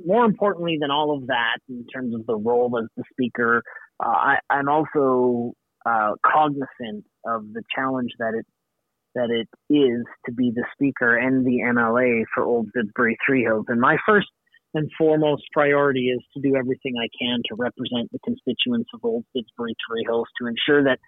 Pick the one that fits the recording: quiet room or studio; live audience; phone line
phone line